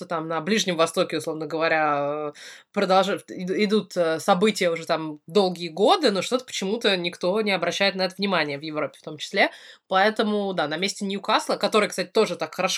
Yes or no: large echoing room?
no